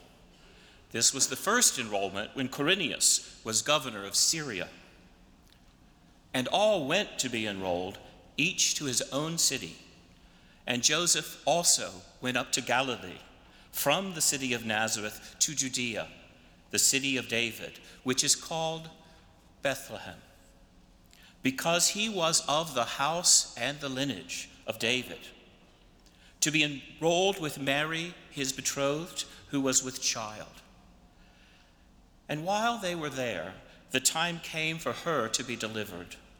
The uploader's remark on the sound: Worship at Myers Park. Live from Myers Park United Methodist Church in Charlotte, North Carolina.